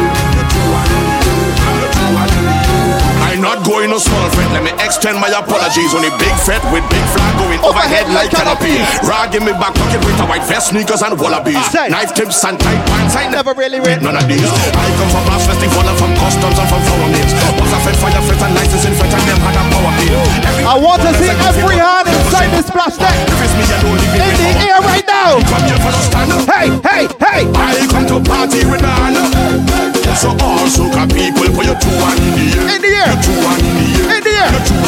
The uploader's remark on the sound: LIVE AUDIO FROM BLUE,YELLOW & SPLASH COOLER POOL PARTY BARBADOS.